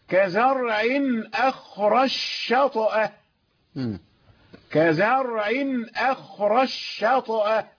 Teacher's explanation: والسوسي من ضمن الذين يسكنون الطاء، فالطاء هنا ساكنة مقلقلة، لأن بعض القراء يقرؤونها شاطئة بفتح الطاء · Term: الطاء الساكنة المقلقلة